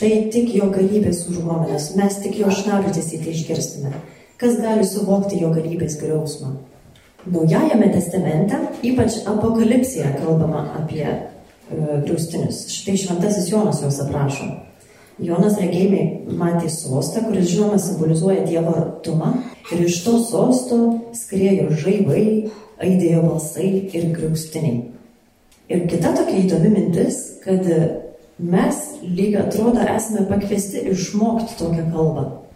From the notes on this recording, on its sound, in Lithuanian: Įrašas iš šeimų festivalio.